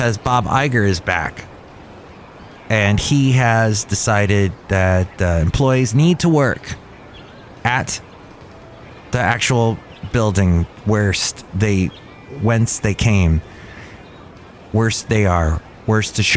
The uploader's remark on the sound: live from Cafe Anyway